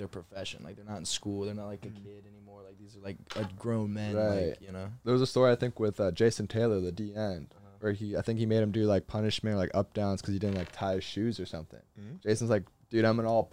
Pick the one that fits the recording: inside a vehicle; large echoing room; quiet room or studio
inside a vehicle